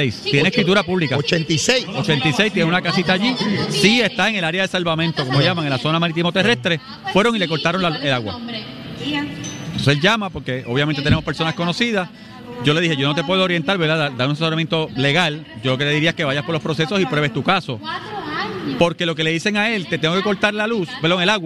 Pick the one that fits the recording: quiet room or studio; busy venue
busy venue